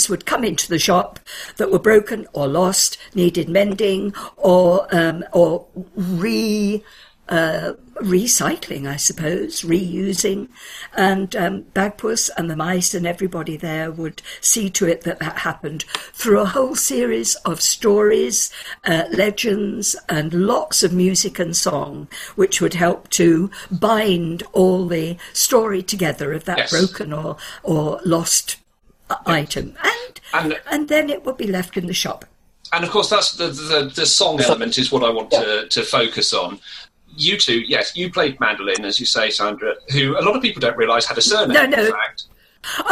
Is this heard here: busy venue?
no